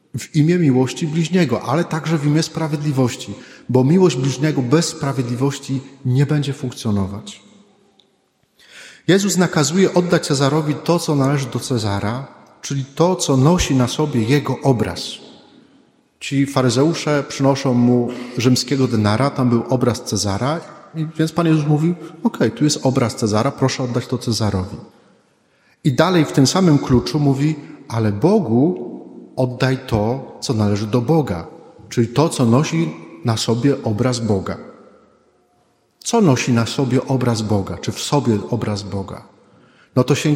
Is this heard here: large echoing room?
yes